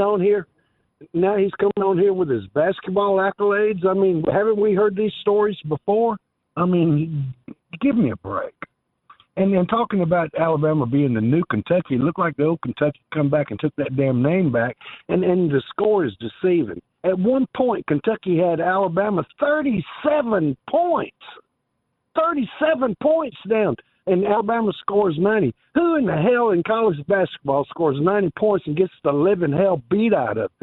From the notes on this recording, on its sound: Final hour of the show and we get a bunch of favorites call